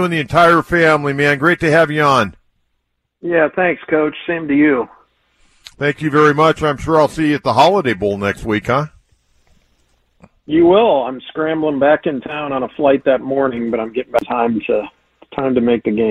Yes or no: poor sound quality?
no